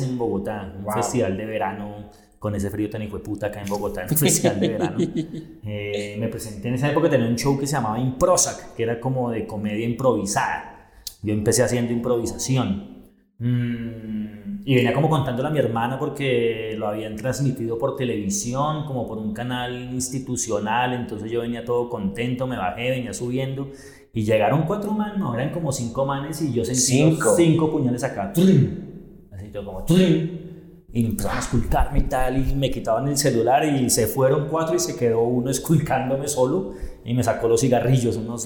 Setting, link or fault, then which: fault, echo